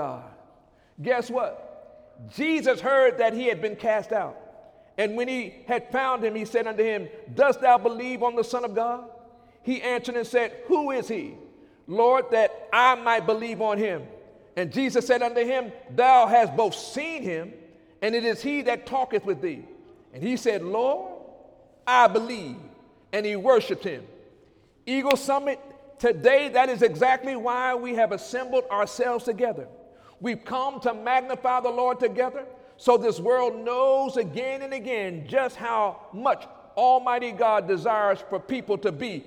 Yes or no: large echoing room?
yes